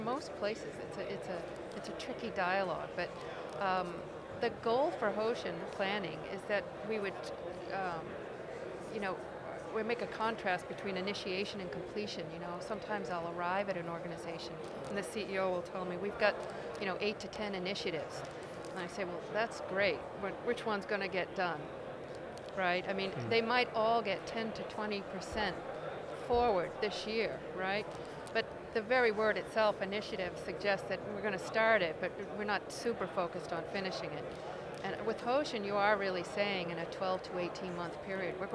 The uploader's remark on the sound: From the GBMP Northeast Lean Conference!